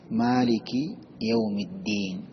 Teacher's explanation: മാലിക്കി എന്ന വാക്ക് ദീർഘിപ്പിക്കേണ്ടത് രണ്ട് ഖദർ വീതമാണ്. അതിന്റെ അപ്പുറം ദീർഘിപ്പിക്കാൻ പാടില്ല.